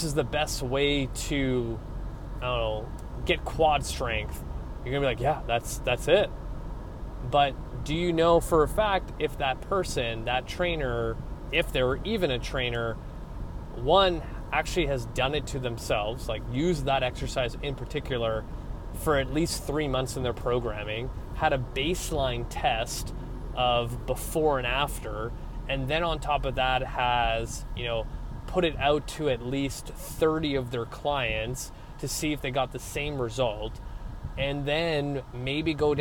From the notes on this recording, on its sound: I jump back into my car vlog styled episode